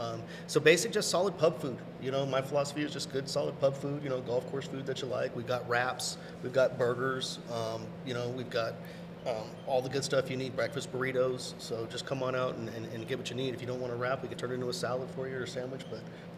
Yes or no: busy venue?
yes